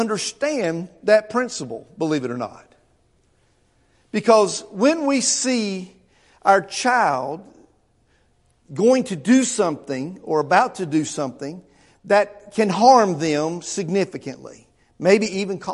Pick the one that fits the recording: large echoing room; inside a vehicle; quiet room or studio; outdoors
large echoing room